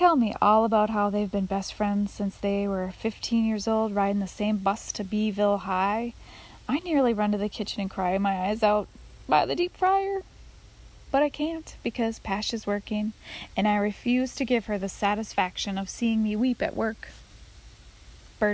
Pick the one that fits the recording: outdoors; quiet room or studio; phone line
outdoors